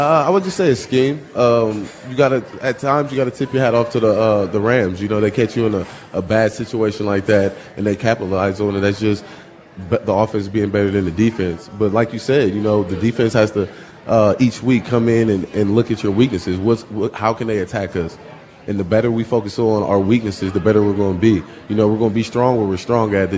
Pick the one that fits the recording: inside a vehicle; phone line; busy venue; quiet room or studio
busy venue